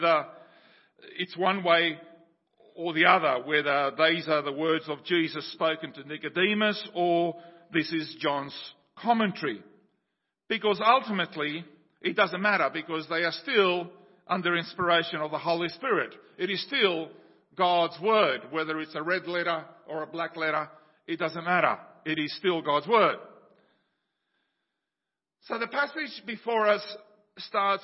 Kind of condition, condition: setting, large echoing room